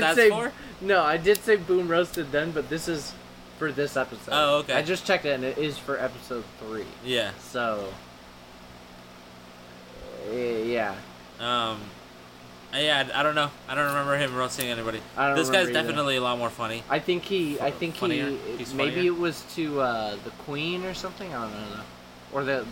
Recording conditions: wind noise